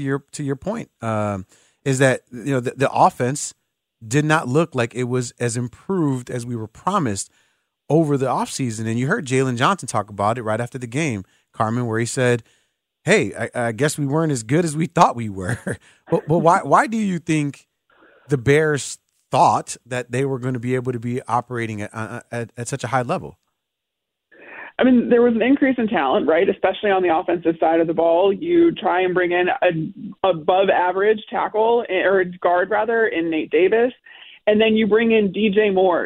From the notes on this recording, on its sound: Opened up the phone lines to take Bears calls.